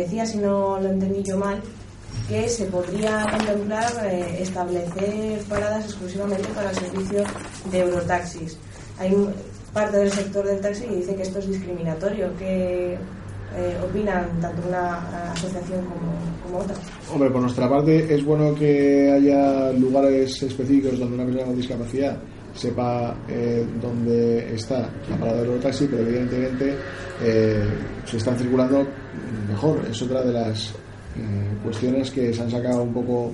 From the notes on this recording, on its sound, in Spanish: Audio íntegro de la rueda de prensa